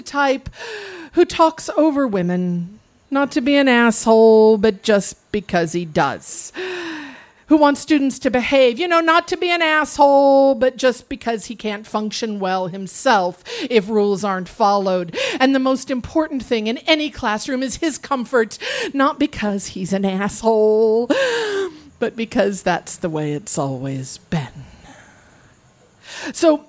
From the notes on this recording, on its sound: Recorded live on 13 October 2015 at Tiger!Tiger! Tavern in San Diego, California.